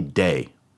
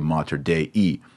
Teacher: Now, you'll remember in the pronunciation guide, I said you have to say all the vowels all the time unless it's a diphthong. Obviously, EI is never a diphthong. So you have to say both vowels. · Shown in: second take · Mater Dei. You can't say day.